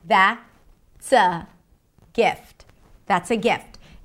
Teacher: And the pitch goes from high to low. That means I've ended the thought.